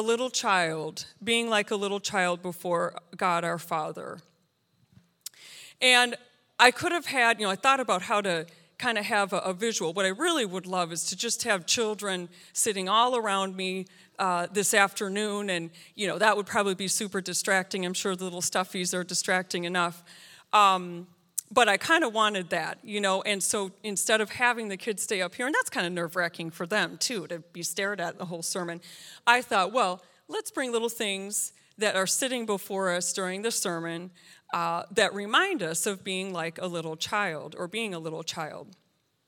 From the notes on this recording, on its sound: This sermon was recorded live on July 17th, 2022 at Newark United Pentecostal Church